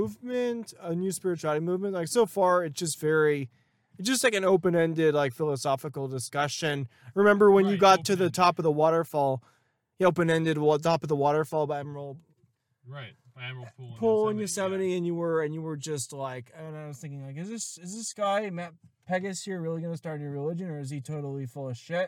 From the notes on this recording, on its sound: Recorded on May 1st, 2022, on a trip through the backcountry of San Diego County , near Palomar Mountain. A field-recording. On a trip through the backcountry of San Diego County , near Palomar Mountain.